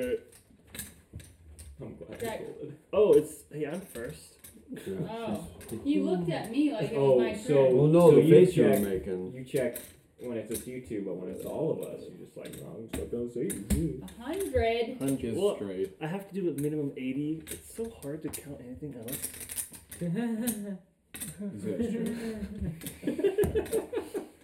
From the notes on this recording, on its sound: The audio is dialed back a bit